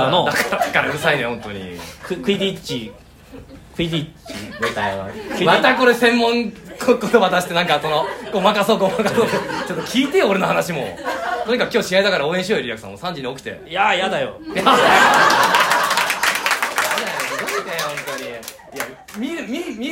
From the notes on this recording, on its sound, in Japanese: 公開収録。From Radiotalk。